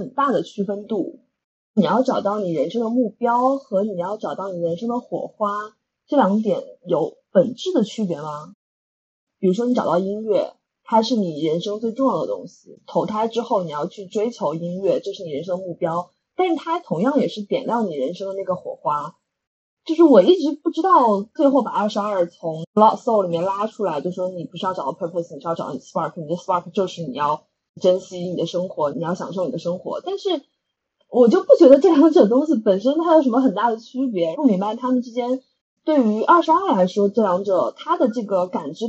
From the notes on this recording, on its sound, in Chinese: 本期为远程连线录制，音质还请多包涵。